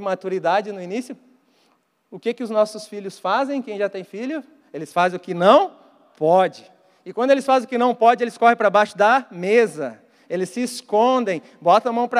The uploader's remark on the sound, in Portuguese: Mensagem ministrada ao vivo na Igreja Evangélica Verbo da Vida Porto Alegre - RS